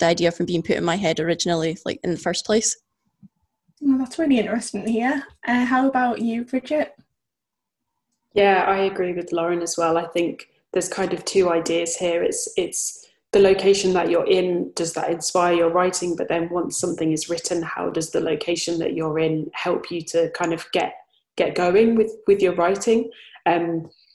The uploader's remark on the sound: Northern Natter is recorded via Zoom from Scotland and Northern England.